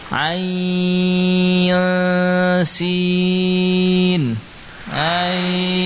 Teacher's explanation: setelah 6 harokat masukkan nun langsung disamarkan